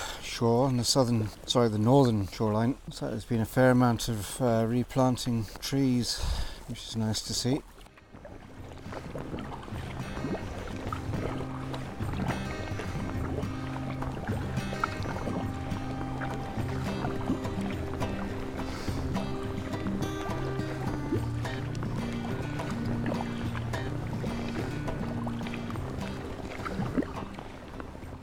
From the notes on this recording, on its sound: This episode was recorded live in my sea kayak as I explored Upper Loch Torridon on the north west coast of Scotland.